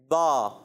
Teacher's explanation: دونوں ہونٹوں کے تر حصے سے ادا ہوتا ہے